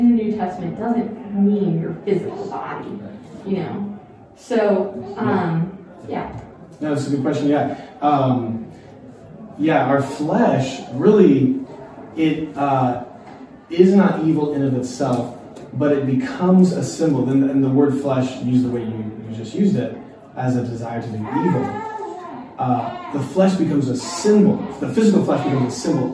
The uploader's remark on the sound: A live Q&amp;A time after the live talks at New King Church. A live Q&A time after the live talks at New King Church.